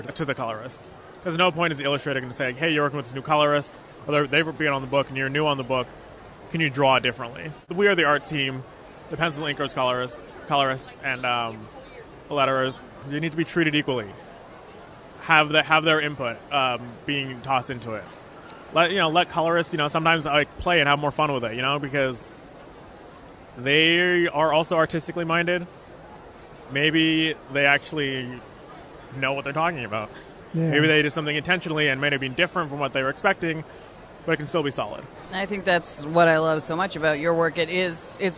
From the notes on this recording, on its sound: Recorded at Fan Expo Canada